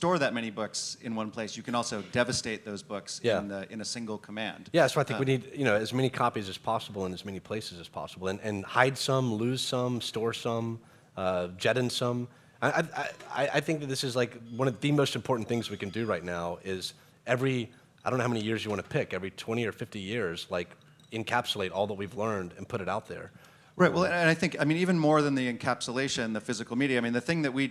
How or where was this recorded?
busy venue